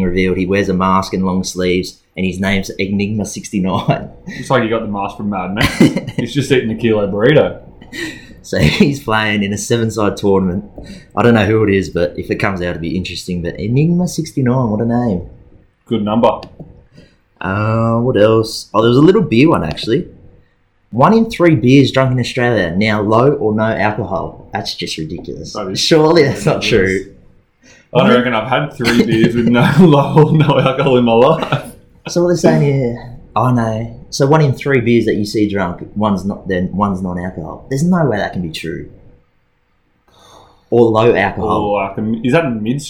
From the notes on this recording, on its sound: Apologies in advance if the sound quality.